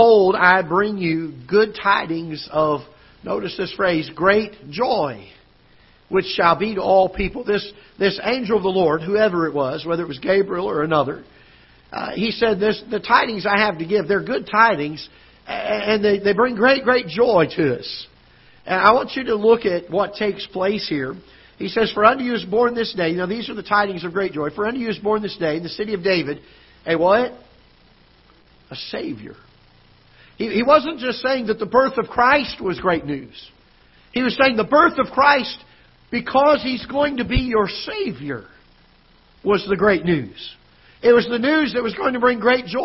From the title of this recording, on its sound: Ketha Heights Baptist Church ~ Live Broadcast